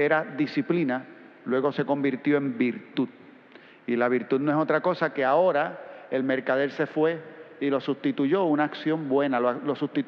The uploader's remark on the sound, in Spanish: Grabada en la celebración eucarística dominical en nuestro Santuario el sábado 2 a las 6:00 P.M.